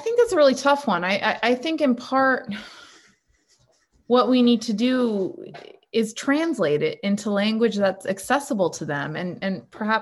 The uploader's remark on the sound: A webinar conversation